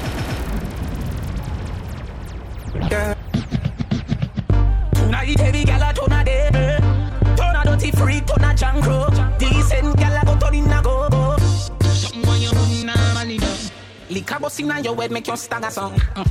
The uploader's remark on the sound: The live party audio from the Fete Fridays 1yr anniversary